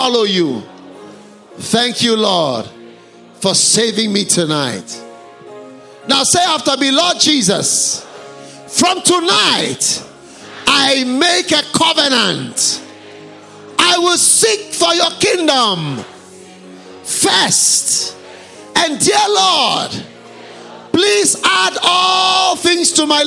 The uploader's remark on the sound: Preached at Healing Jesus Campaign, Harare.